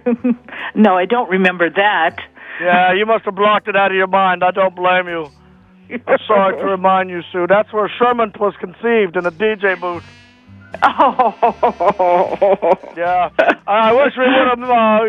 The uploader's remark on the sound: His dad jumps on the line to relive some romantic moments live on the air!